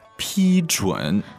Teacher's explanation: Okay, so that's first tone, third tone, right?